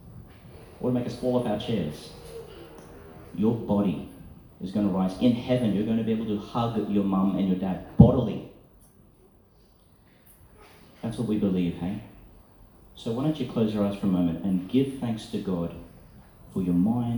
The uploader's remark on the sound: Reflection for Easter Prayer, delivered at St Francis of Assisi School, Tannum Sands, Qld., 2022.